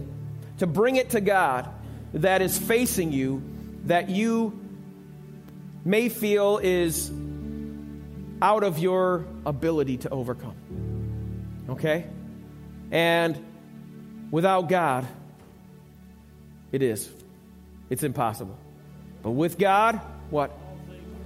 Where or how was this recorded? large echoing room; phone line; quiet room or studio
large echoing room